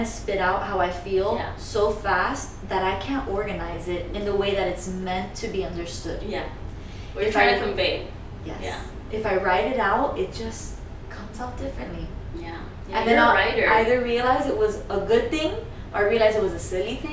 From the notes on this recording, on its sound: This was recorded pre-microphones